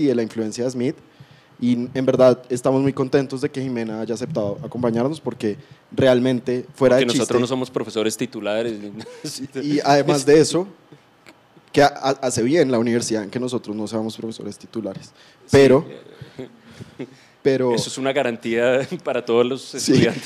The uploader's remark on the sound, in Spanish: en vivo en la Universidad de los Andes